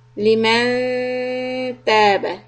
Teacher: So here we have idgham on lam shadda, and then the noon is ikhfa. It will be soft. Keep the tongue close to the makhraj of letter ta